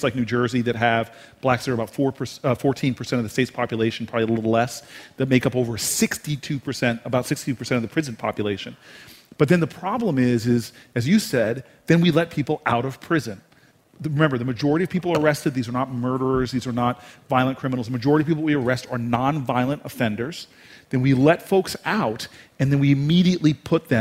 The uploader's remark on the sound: StarTalk Live! at the Apollo. To the historic theater in Harlem, NYC.